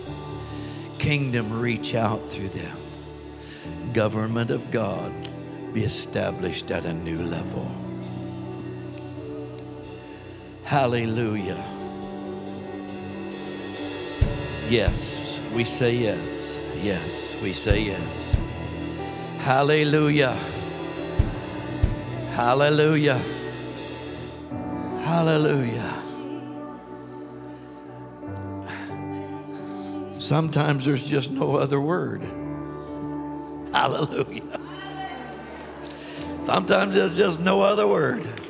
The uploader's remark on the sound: Recorded live.